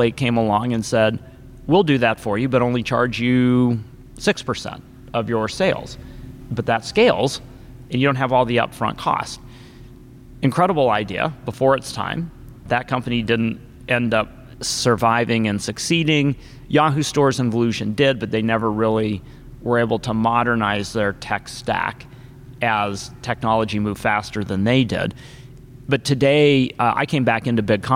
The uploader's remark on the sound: Live from ShopTalk